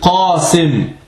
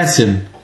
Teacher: I stedet for at sige qa, de siger a. · Shown in: second take